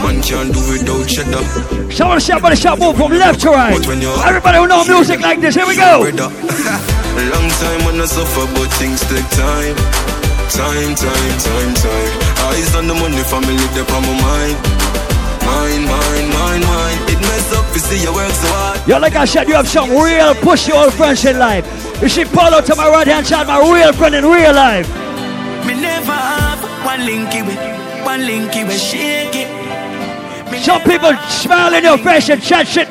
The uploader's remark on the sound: LIVE PARTY AUDIO. AT CLUB DUBAI IN QUEENS, NYC.